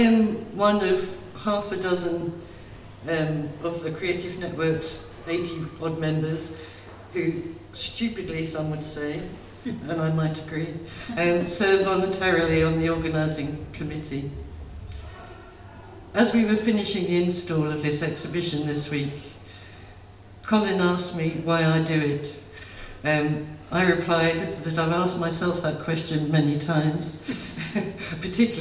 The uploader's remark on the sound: hear a little from the opening event for the HOME exhibition at the Manx Museum